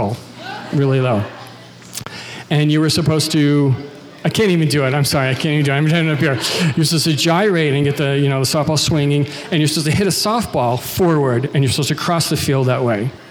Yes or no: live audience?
yes